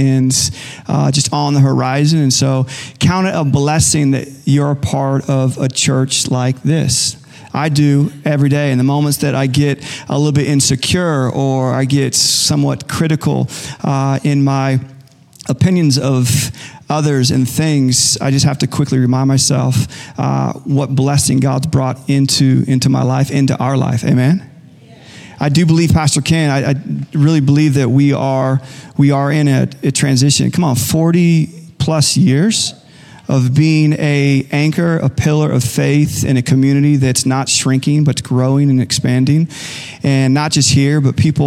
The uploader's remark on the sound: Recorded live at Capital Church in Meridian, Idaho